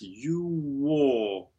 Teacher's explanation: So that AL rounds in RP in British English to walk. And it sings nicely, especially because you come out of you and w, both of which have the forward lips.